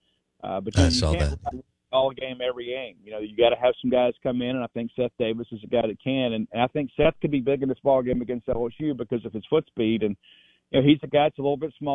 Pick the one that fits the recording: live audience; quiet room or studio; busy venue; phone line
phone line